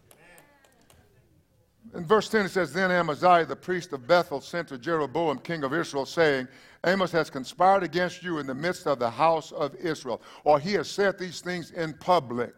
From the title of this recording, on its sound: Entire Service